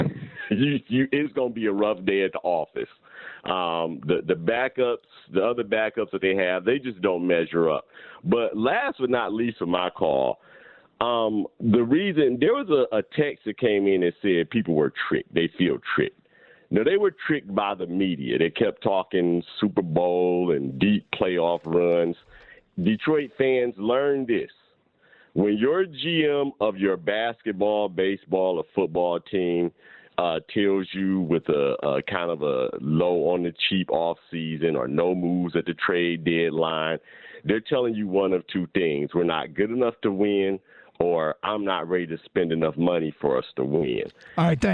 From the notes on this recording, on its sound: Lions fans call in.